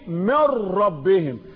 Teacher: ادغام النون، دمج النون في الراء، اصبحت اتنين راء